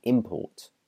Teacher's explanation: But the noun is imports. The stress is on the first half, a cheap import from another country.